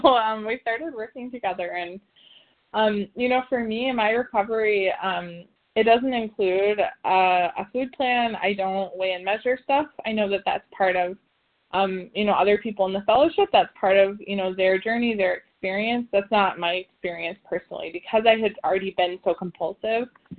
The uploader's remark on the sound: the 100 Pounders Phone Meeting on 11/1/20